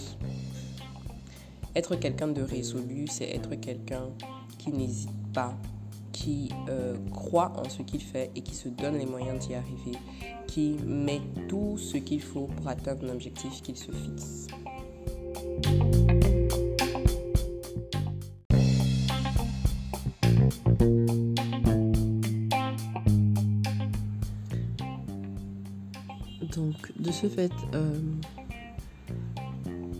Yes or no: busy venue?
no